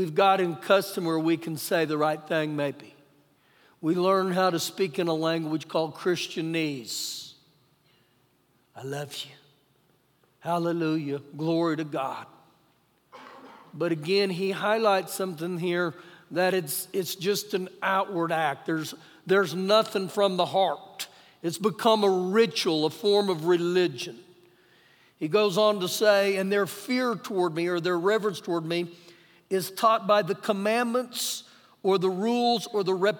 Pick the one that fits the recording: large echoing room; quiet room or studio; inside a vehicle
large echoing room